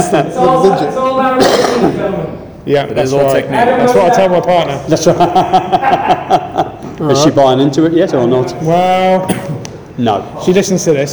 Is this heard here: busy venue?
yes